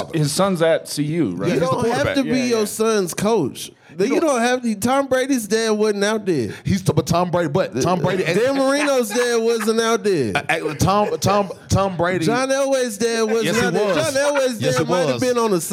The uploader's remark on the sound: Live from the Vail Comedy Festival.